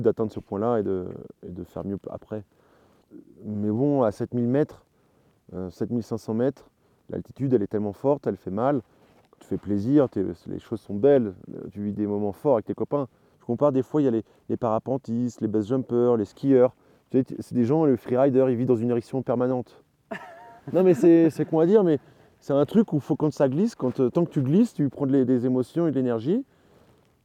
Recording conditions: outdoors